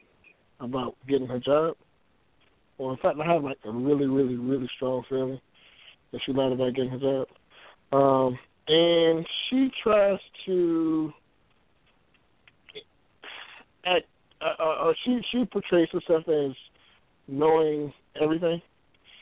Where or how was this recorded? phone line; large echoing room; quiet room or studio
phone line